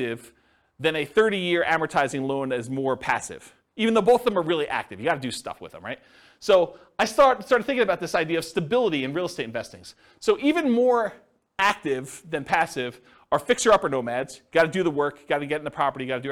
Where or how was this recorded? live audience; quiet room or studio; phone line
live audience